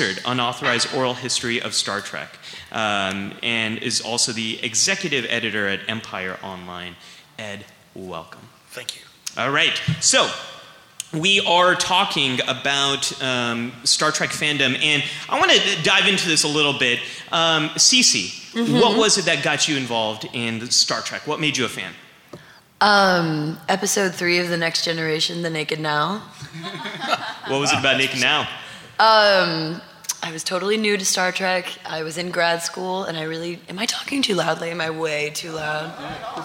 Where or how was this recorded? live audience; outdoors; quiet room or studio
live audience